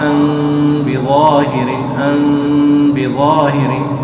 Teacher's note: الميم الساكنة إذا وقع بعدها باء متحركة فإن الميم تخفى بغنة عند الباء، لا بد من إخفائها بغنة، فهذا هو الحكم الثاني وهو إخفاء الميم الساكنة عند الباء، وهذا الإخفاء يكون بغنة، وهذا الذي يسمى الإخفاء الشفوي أو الشفهي